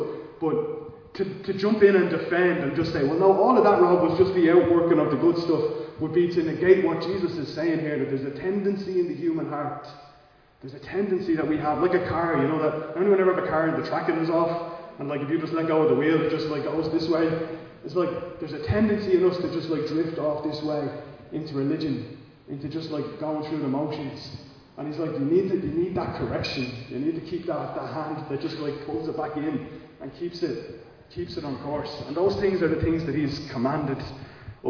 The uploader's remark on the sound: Recorded live in Liberty Church.